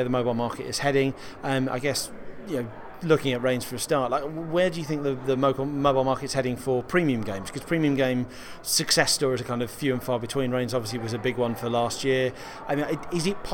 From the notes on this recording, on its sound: Recorded at Mobile Games Forum 2017 in London